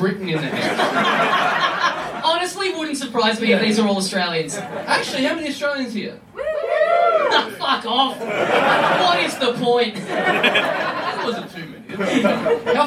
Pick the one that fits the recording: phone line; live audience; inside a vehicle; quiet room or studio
live audience